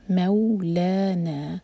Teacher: second کا ٹائم، مولانا، مو نہیں مولانا نہیں کہنا، یہ مو، میم لائٹ اور پھر مدلین کریں گے, مولانا، لا اور نا دونوں لائٹ اور دو دو حرکہ